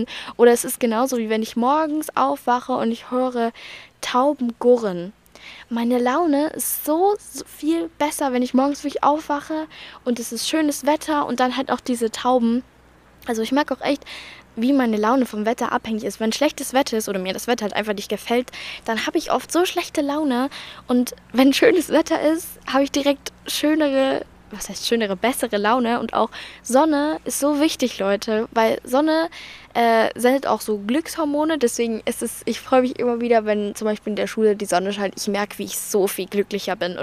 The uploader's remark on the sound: Talk outside. Heute saß ich im Garten und hab ein bisschen drüber geredet.